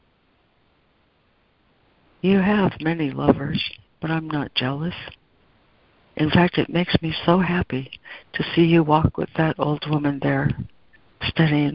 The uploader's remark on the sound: Daily Conference Call